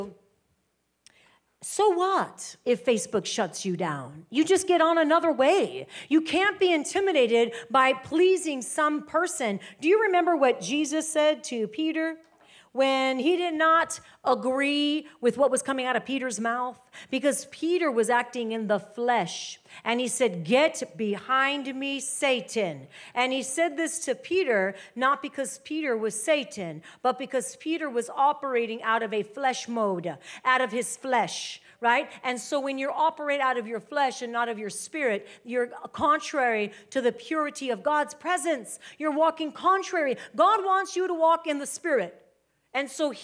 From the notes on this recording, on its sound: live teaching from House of Glory